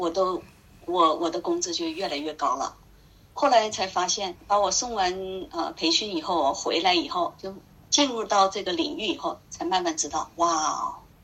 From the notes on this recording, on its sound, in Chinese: 因为分两次对话，录音质量有差别且有损耗